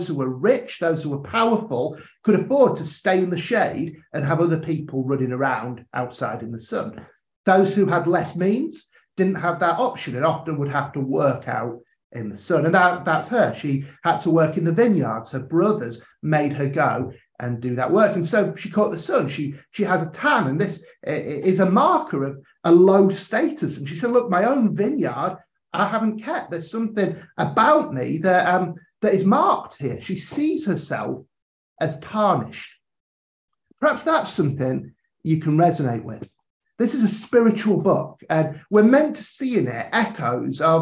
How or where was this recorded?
video call